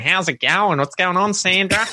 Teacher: the really rural accent where, you know, we have this much more nasally thing going on and longer vowels and, you know, so it's a lot more drawn out.